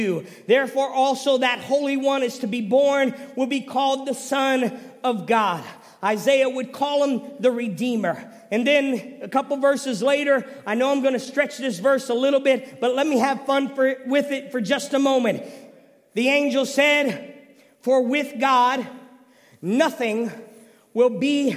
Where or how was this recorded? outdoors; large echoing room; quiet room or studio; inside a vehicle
large echoing room